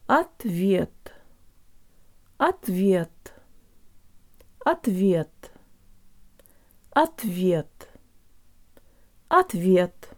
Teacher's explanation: The O sounds like a schwa.